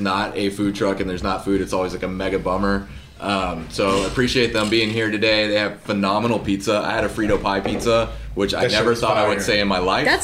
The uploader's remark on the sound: we recorded at Back Pew Brewing in Porter, TX for their 5 year anniversary